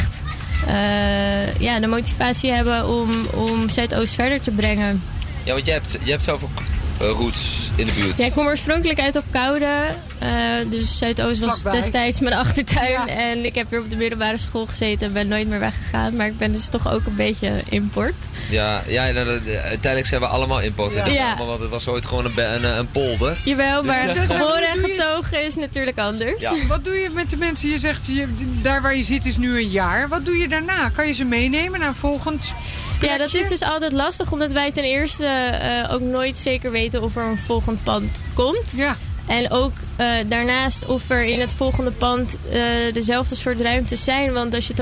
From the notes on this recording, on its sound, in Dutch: 19 Buurtcamping Gaasperdam: vinger.nl parade. VINGER.NL live parade in de Bijlmer van Kwaku naar Club Jack.